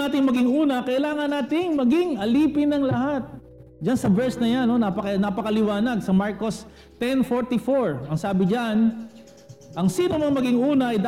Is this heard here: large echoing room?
yes